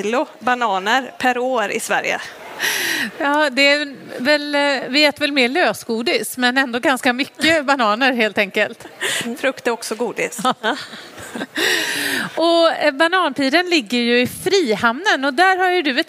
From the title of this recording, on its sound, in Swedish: Livepodd från Vetenskapsfestivalen